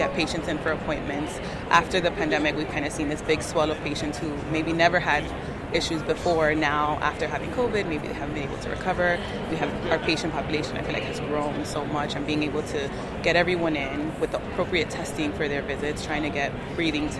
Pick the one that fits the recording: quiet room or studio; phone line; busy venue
busy venue